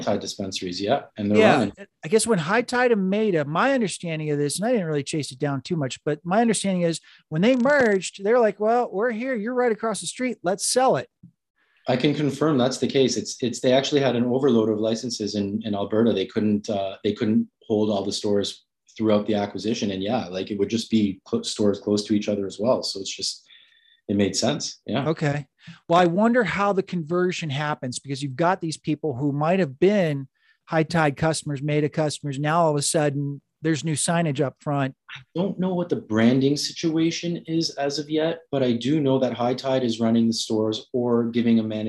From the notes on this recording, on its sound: This week's Zoom meeting is with a fairly savvy investor who has built up a nice portfolio.